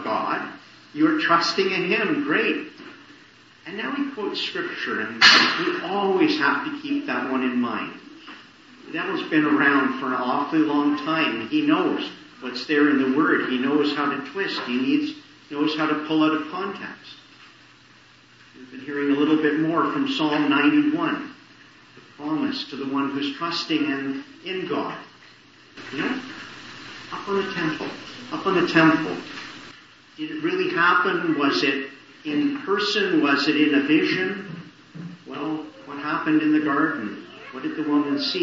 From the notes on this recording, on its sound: Morning Service. Preached in the Annunciation of the Blessed Virgin Mary, Ottawa. Poor sound quality.